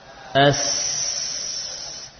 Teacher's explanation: Kita mendapati bahwa suara huruf sin ini mengalir. Ya. Lidah atau ujung lidah kita tempelkan pada bibir bawah, afwan, pada gigi seri bawah. · Term: rohawah